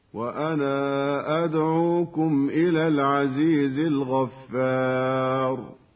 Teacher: والمد المنفصل يمد عند قالون بمقدار حركتين